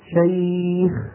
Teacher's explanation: أعامل هذه الخاء الساكنة المسبوقة بياء ساكنة معاملة الخاء المكسورة